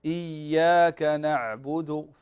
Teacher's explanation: مثال على اللحن الذي يغير المعنى في سورة الفاتحة، لما نقول إياك نعبد إياك نعبد، فهنا لم نشدد هذه الياء، والياء هنا حكمها التشديد، تشديد من غير غنة طبعا